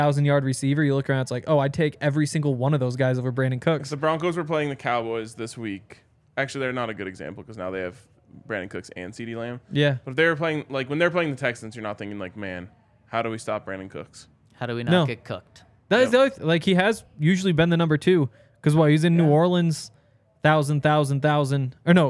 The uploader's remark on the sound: coming to you LIVE from the DNVR Bar